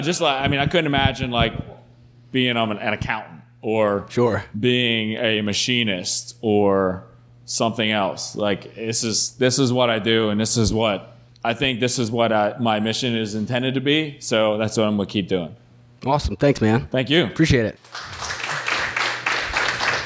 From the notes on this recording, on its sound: Recorded live June 23, 2016 at the Carrick Literary Club in Carrick, Pennsylvania.